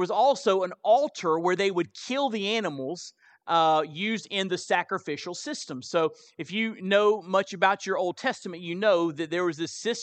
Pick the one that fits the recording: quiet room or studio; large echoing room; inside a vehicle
large echoing room